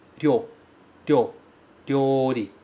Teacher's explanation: Esse Y passa um pedacito de segundo só. É bem rapidinho.